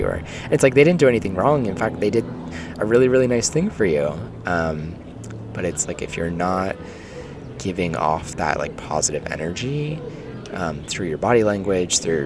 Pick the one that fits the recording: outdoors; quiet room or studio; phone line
outdoors